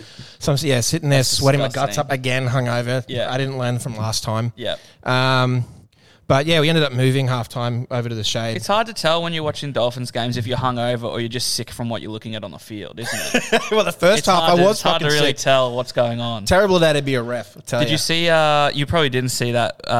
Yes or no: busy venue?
yes